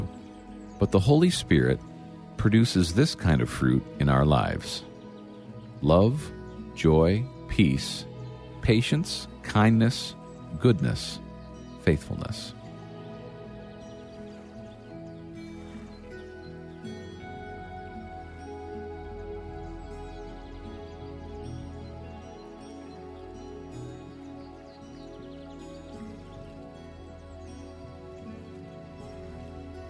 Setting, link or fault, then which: fault, sounds in the background